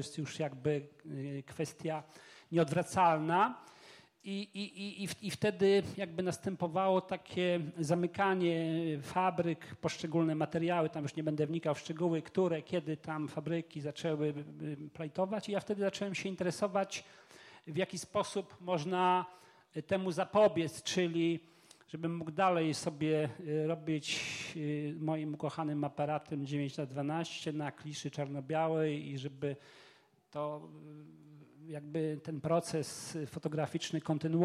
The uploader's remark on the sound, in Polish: Dyskusja Panelowa. Panel dyskusyjny jaki odbył się przy okazji otwarcia Wystawy "Pracowni Technik Szlachetnych i Historycznych.